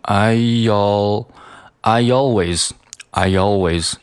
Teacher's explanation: Two at a time, already at the top, so.OK，首先是第一句，I always take the stairs two at atime。呃，这句话里面涉及到的连读和略读比较多。首先是 I 和 always，他们两个这个 I 中间的这个 e 和后面的这个 always 的这个开头的音，可以进行一个呃弱弱的一个连读，可以连读成 I al I always Ialways，也就是在中间加了一个类似于 yeah yeah 这样的一个音